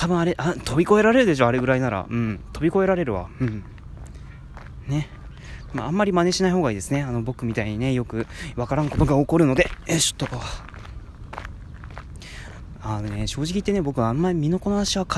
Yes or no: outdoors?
yes